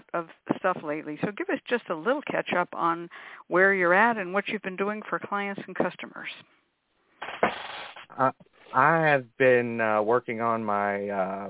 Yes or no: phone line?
yes